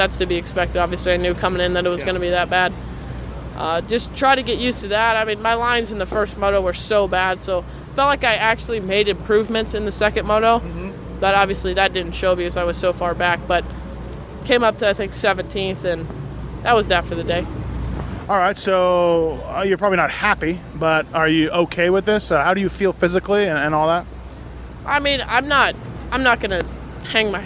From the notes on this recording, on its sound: Budds Creek 2013 Post-Race Interviews.